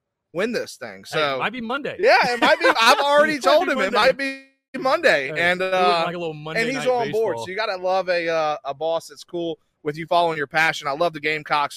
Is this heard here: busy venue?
yes